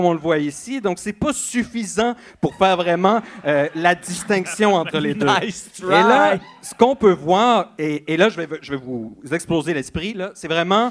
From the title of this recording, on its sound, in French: LIVE au Zoofest 2017